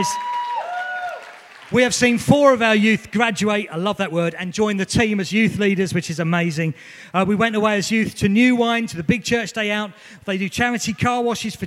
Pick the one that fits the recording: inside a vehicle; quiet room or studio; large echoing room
large echoing room